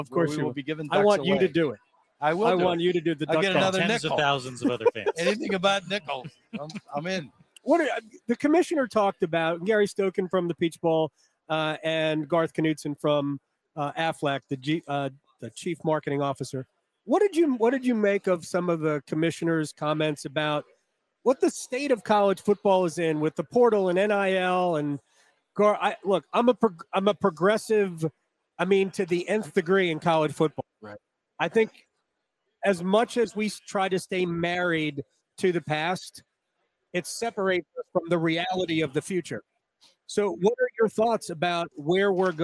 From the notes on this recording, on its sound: Live in Charlotte for day one of the 2023 ACC Kickoff.